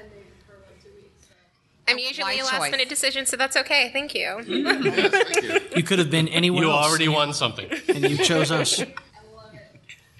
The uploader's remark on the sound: We have pulled together the audio from our Podcasting for Geeks panel from Comicpalooza 2019 in Houston, Texas.